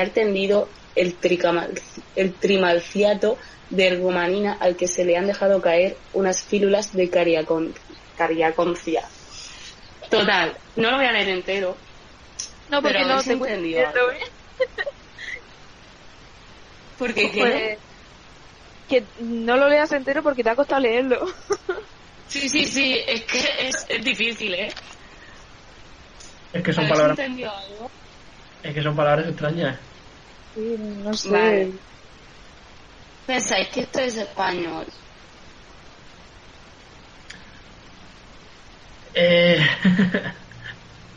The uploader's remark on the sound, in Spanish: Perdón de antemano por la calidad del audio, el skype y nuestros wifis no dan para más.